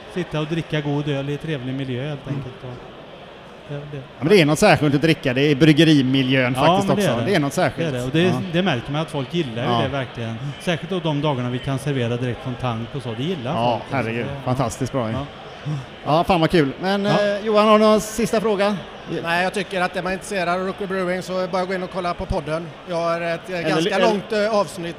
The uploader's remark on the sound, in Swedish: Intervjuer från GSBF. För de som eventuellt missat det så var Hantverksbira på Great Swedish Beer Festival i Malmö i oktober.